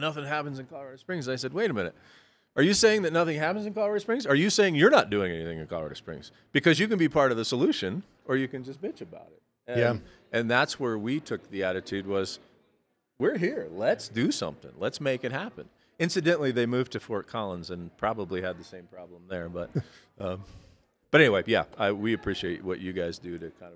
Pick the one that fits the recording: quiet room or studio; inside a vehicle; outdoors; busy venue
busy venue